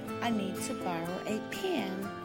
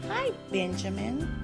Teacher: In the South, many Southerners substitute the short I as in it for the short E as in ed.